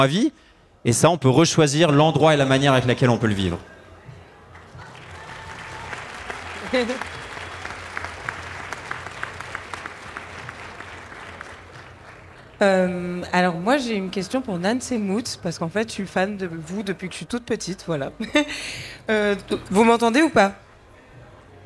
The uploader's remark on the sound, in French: Cet épisode est un échange entre voyageurs, contemplatifs de l’âme avec un public avide de nature et de dépaysement. On s’est retrouvé autour d’une table sur la scène du Think Tank.